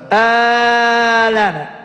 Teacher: نبدلوا الهمزة ألفا نبدوها مد مشبعا